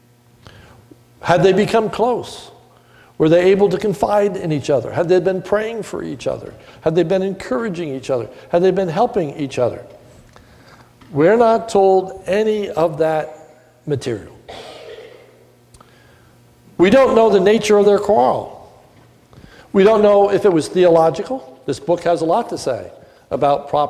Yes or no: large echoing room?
yes